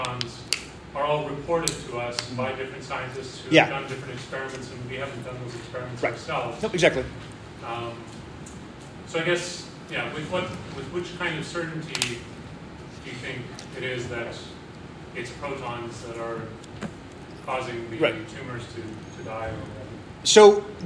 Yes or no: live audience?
yes